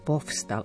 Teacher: Ale povstal svet, tam musíme prečítať to F. Povstal, aby nebolo povstal, alebo postal.